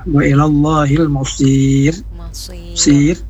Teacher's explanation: huruf ra yang dimatikan pada kata wa'ilu masir. Ini ketebalan mestinya tipis lagi · Term: tarkik